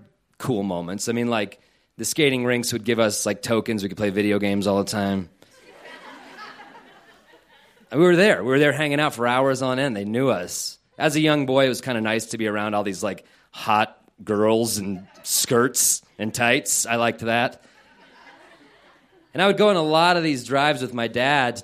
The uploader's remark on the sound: This story was recorded live on 16 December 2015 at Buntport Theater in Denver, Colorado; the theme of the evening was "Siblings."